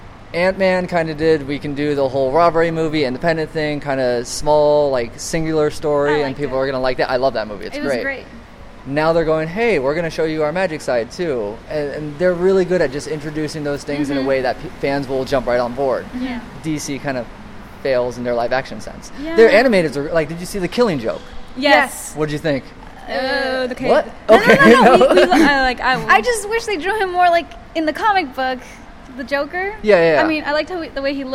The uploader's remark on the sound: This was recorded a couple weeks back at Long Beach Comic Con 2016.